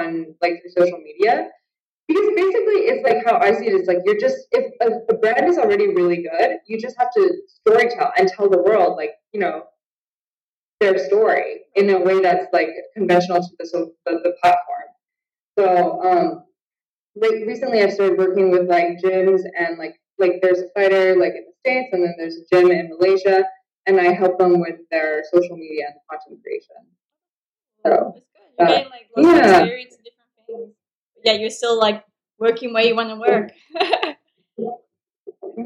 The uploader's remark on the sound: Skype call.